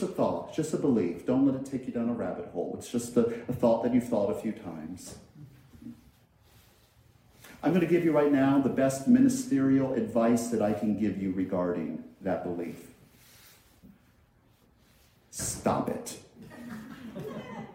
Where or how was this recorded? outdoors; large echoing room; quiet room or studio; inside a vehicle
large echoing room